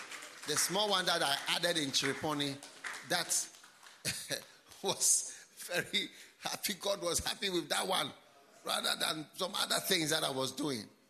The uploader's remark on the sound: Preached at the Healing Jesus Campaign Pastors' Conference in Chereponi, North-East Region of Ghana